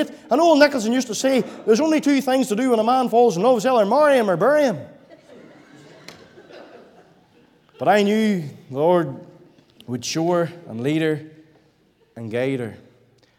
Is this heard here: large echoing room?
yes